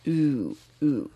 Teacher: Und in Neu-Süd-Wales, natürlich wo ich herkomme, ist es Ü, mein Ü ist ganz vorne, die Zunge ist ganz vorne und meine Lippen sind etwas rund · Term: Ü-Laut